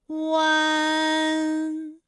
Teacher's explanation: 便、简便，连篇。连篇。好，我们继续再来发乌安。乌安的发音的时候呢，是从元唇的后高元音呜开始，口型迅速的由合口变为开口状，舌位向前迅速滑降到不圆唇的前低元音啊的位置呢，就开始升高。